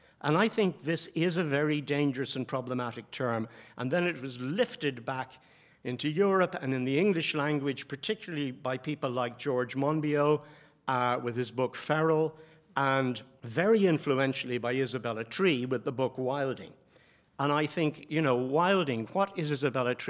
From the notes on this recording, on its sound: Recorded live at Dublin Book Festival.